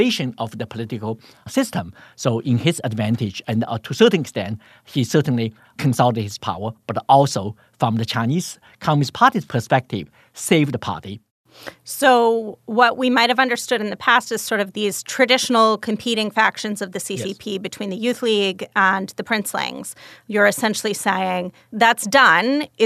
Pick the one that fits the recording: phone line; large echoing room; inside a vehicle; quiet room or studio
quiet room or studio